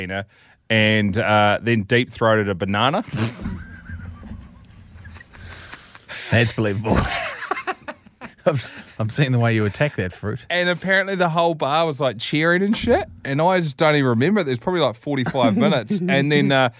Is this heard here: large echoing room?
no